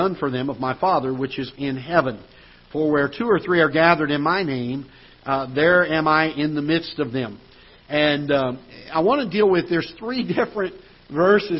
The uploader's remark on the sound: Ketha Heights Baptist Church ~ Live Broadcast.